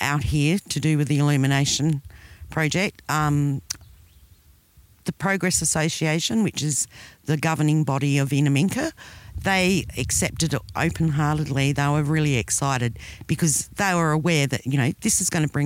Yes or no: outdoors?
yes